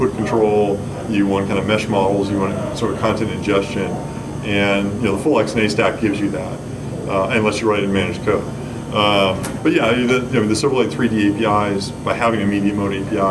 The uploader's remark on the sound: Inverview at the Silverlight Firestarter